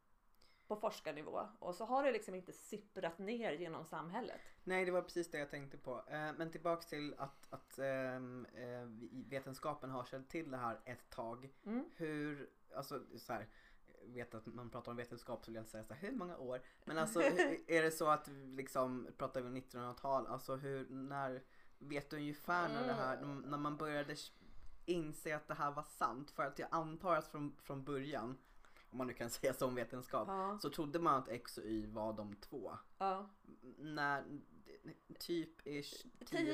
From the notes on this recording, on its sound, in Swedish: Ljudet på själva konversationen i detta avsnitt är lite lågt, detta för att ljudansvarig inte riktigt lärt sig det här med ljudnivåer ännu.